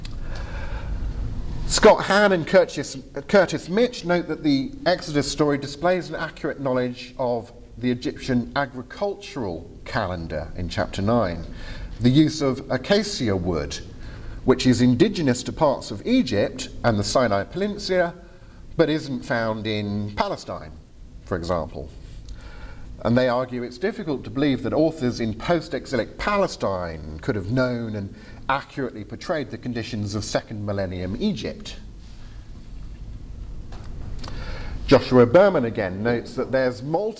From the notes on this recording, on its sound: Lightly edited audio from my presentation. At the 2023 European Leadership Forum in Poland.